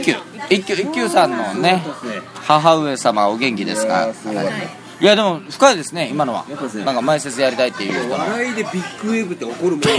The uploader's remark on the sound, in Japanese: 打ち上げ3件目の店で録音しろ録音しろと しつこくうるさいのでボイスﾚｺｰﾀﾞｰ起動。打ち上げ3件目の店で録音しろ録音しろと しつこくうるさいのでボイスﾚｺｰﾀﾞｰ起動。